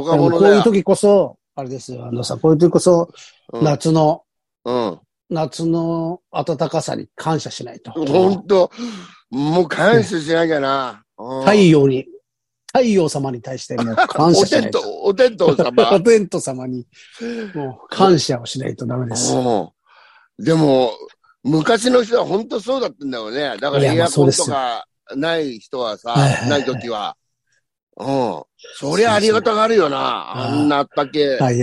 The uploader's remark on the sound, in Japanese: ZOOMで収録